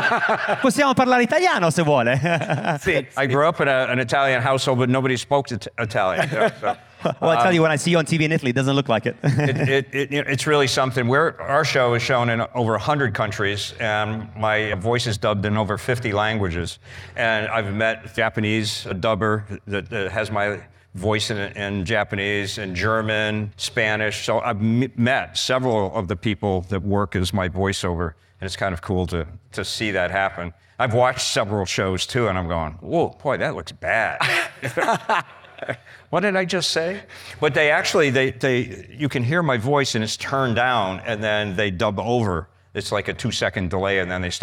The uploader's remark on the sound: Talking Classic Cars debuts our first live interview session at the 2022 Pebble Beach RetroAuto Forums. In front of a live audience.